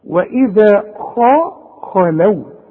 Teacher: طلع شفايفك لقدام حينما تنطق الخ خ، ورجع شفايفك لورا على هيئه ابتسامه علشان تطلع اللام مرققه · Term: الخاء المفخمة